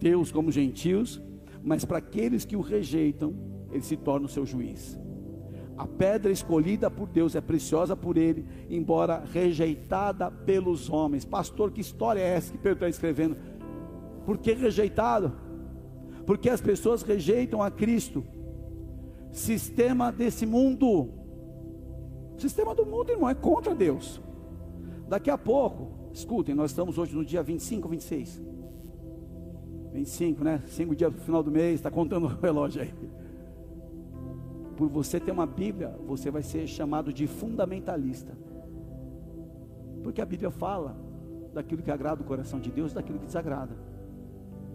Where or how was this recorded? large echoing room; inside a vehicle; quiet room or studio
large echoing room